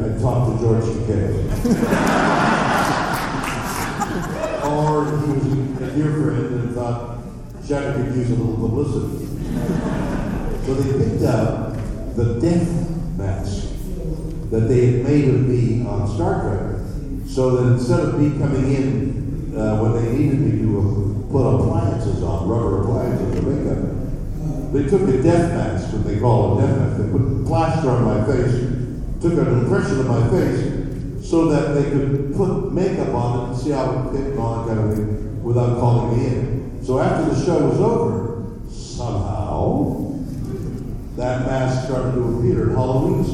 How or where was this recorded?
live audience